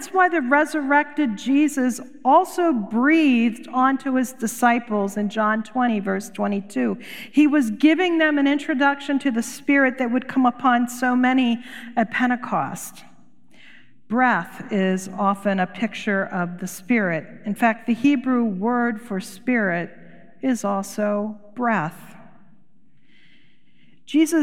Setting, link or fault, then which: setting, large echoing room